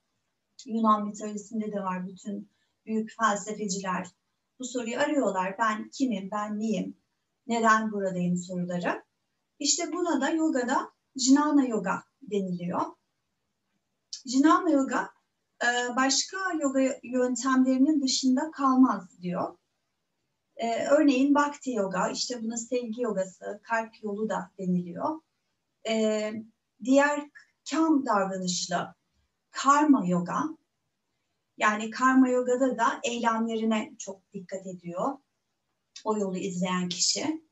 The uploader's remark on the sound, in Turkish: Bu kayıt online zoom atölyelerimden bir kesit içeriyor.